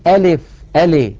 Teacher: أيضا بعض إخواننا يقولون ألف ألي بإمالة، ألف بدل أن ينطقوا اللام مكسورة ينطقونها بحركة ممالة